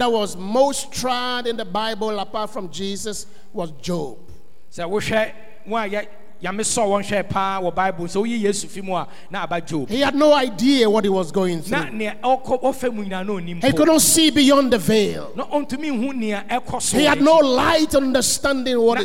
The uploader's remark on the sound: Sermon preached at CBC Shiashie Campus